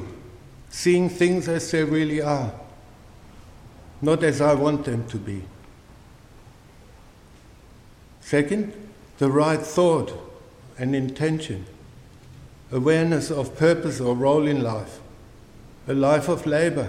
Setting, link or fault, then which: setting, large echoing room